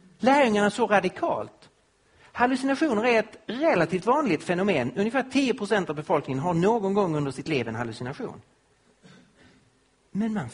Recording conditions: live audience